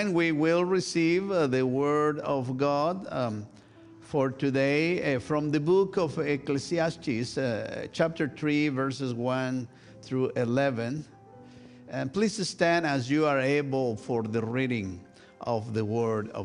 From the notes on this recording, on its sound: This week's service, recorded live on December 31, 2023. We are located at 12550 Van Nuys Blvd.